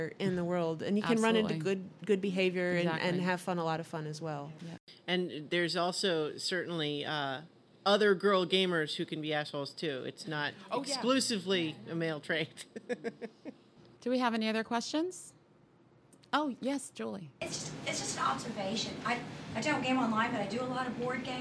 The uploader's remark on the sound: Live from Balticon